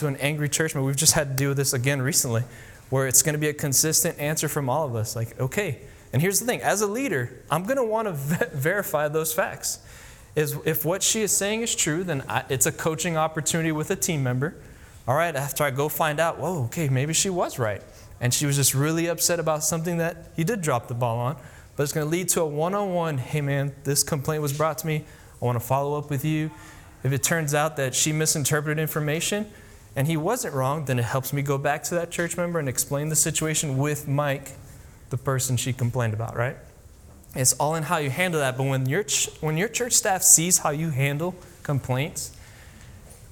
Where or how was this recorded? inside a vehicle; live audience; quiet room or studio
live audience